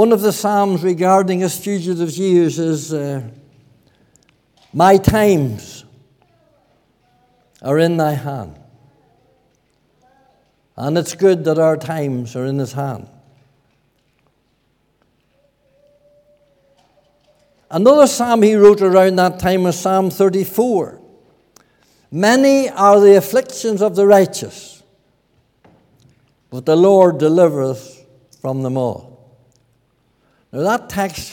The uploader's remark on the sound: This audio was recorded at the Lifeboat Fellowship, Grange Corner, Moy.